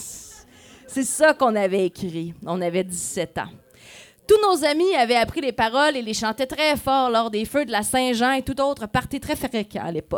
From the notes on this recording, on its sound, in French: A été enregistré devant public au Broue-Pub la Perdrix.